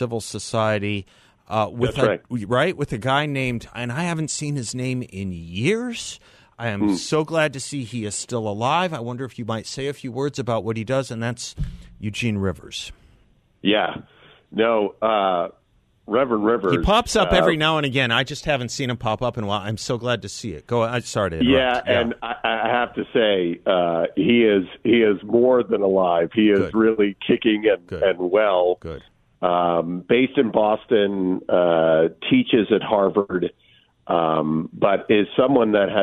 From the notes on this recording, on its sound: joins the show by phone from a conference at Washington, D.C.'s American Enterprise Institute